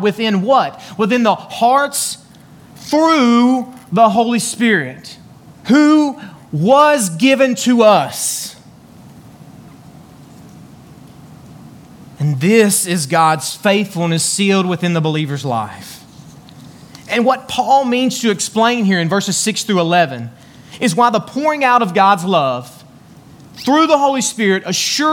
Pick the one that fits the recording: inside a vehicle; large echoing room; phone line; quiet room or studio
large echoing room